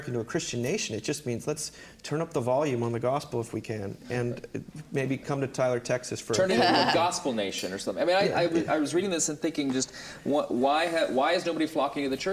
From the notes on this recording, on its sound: Recorded in front of an audience at the 4th annual Mbird Conference in Tyler, TX.